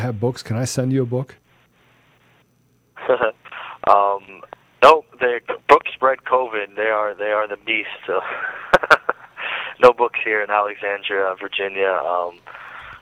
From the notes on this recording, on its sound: live with us again by phone